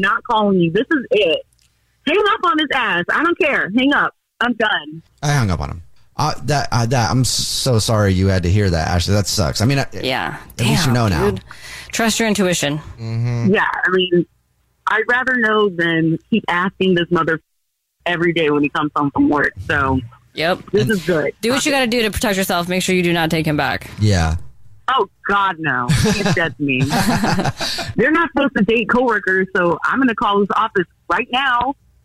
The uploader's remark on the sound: On the phone today.